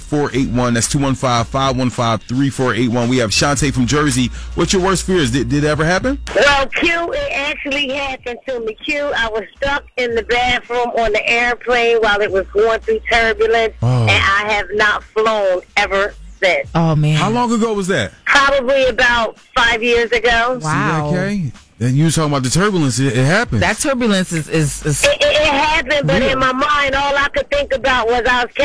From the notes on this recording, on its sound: We opened up the phone lines